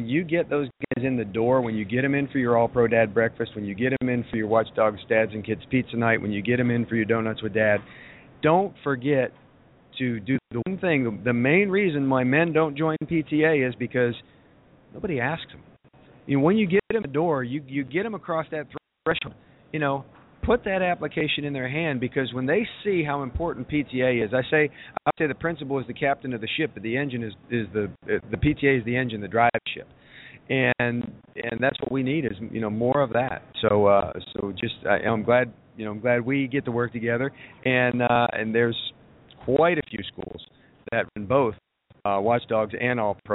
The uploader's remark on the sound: For the third consecutive year, WatchDOGS Radio will be broadcasting LIVE from the convention floor of the 2015 National PTA Convention. This year, the convention is in Charlotte, N.C. You never know who might walk by and wind up being a part of the WatchDOGS Radio show during our live broadcast.